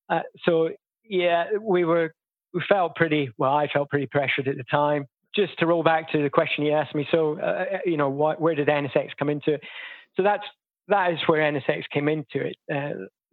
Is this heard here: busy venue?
no